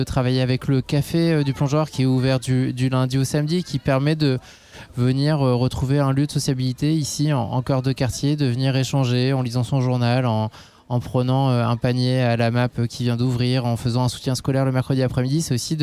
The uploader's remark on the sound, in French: la rédaction de Radio Alpa était en direct de la promenade Newton, à l’occasion du festival Le Mans Fait son Cirque.